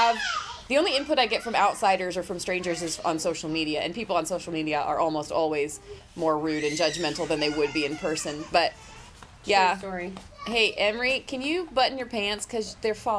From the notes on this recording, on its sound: Today we hung out while our kids ran amuck in the backyard. In between crying babies and phone calls.